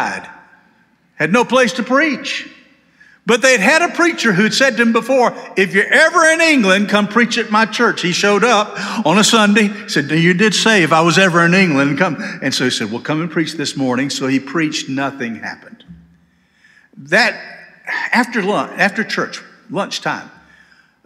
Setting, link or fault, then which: setting, large echoing room